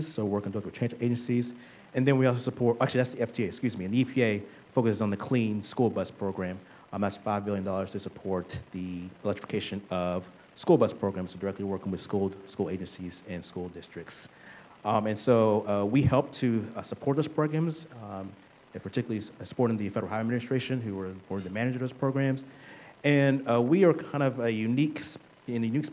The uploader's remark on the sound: We’re back and in action at the 2023 State Energy Conference. In this live recording. The keynote plenary panel conversation.